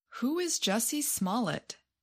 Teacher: Such questions often have interrogatives, words such as what, why, when, or how. Questions with interrogative words generally have falling intonation, the opposite of yes-no questions.